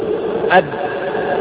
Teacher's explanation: فتجد الباء تنطق شديدة وربما صاحبها رنين لشدة إطباقه عليها، ويكفيه عند أدائها أداء صحيحا أن يطبق شفتيه إطباقا رفيقا.